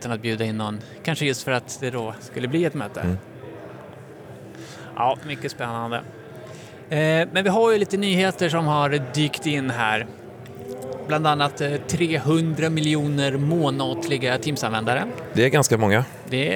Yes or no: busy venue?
yes